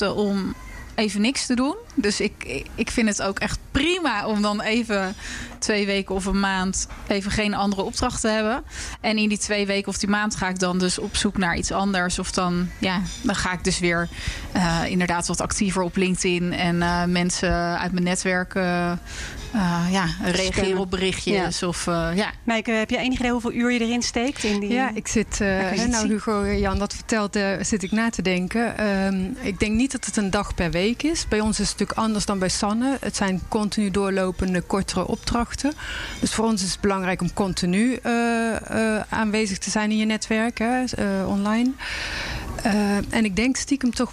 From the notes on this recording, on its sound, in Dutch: De podcast wordt opgenomen tussen de werkende zzp'ers in Bar-Brasserie Danel in Utrecht. De podcast wordt opgenomen tussen de werkende zzp'ers in Bar-Brasserie Danel in Utrecht.